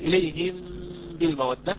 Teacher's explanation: الميم، ثم من نفس الإطباقة دون ما يعني أتحرك خرجت الباء، فالميم والباء خرجتا من إطباقة واحدة للشفتين، فالميم هنا مخفى وليست ميما مظهرة · Term: إخفاء شفوي